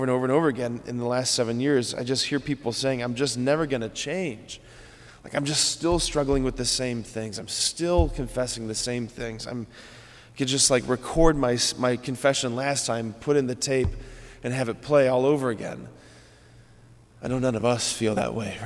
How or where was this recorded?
large echoing room